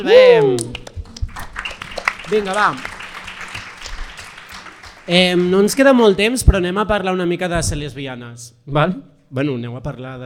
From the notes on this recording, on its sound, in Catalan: Ens estrenem en directe amb nervis i il·lusió i ho fem des del D’A Festival de Cinema de Barcelona.